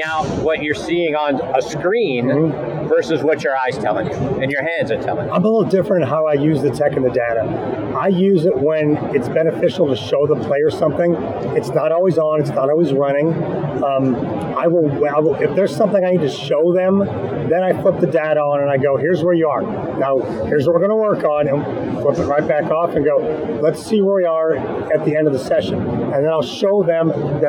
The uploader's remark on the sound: Live From the Floor of the PGA Merchandise Show.